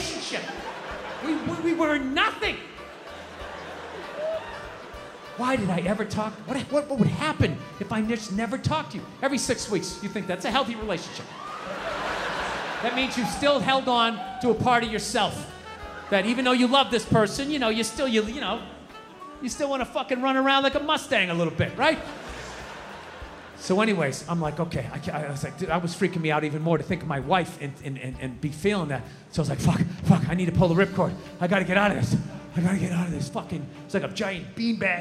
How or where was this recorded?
live audience